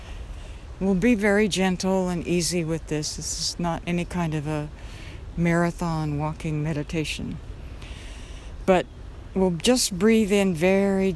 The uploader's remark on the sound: Walking in the park on a cool and cloudy, rainy day. You may be able to hear the stream as it tumbles over rocks and a few branches.